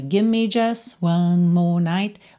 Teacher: O T do just some completamente, né? E até o V do give me some um pouco